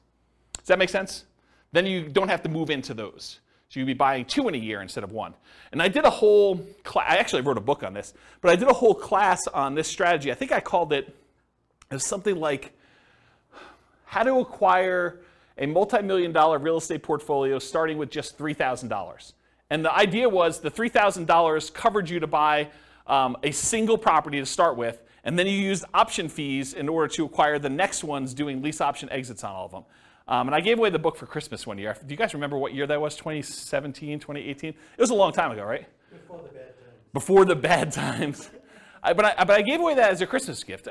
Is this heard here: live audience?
yes